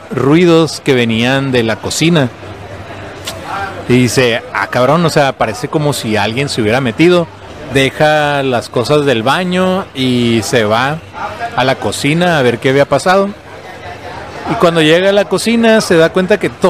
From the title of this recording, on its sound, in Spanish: en vivo desde Cervecería Averno